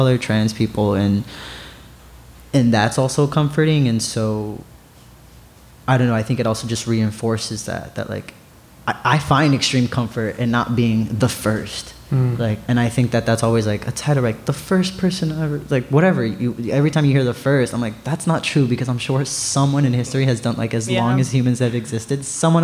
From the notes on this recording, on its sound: Hosted a live show in New York City’s Joe’s Pub.